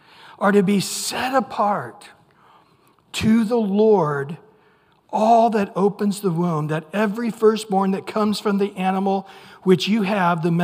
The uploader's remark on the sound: Recorded at Calvary Chapel of Los Alamitos on June 28 2023 on Wednesday evening sermon. Recorded at Calvary Chapel of Los Alamitos on June 28 2023 on Wednesday evening sermon.